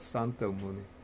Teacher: But in Pali, there's no sh sound. So it comes out santo muni.